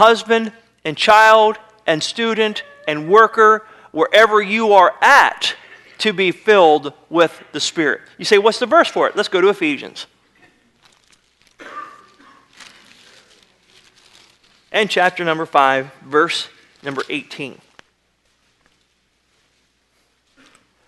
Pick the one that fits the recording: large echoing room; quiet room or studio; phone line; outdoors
large echoing room